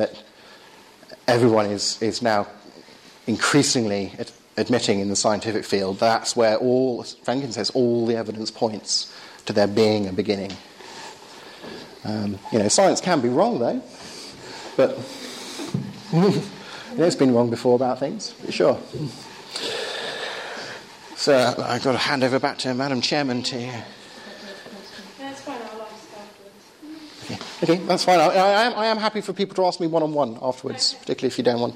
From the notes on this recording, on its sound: Lecture and Q&A at Bryanston School's Philosophy Society.